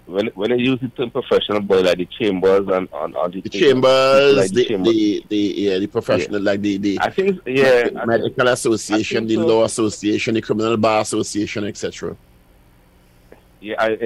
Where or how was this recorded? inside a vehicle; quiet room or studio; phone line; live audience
phone line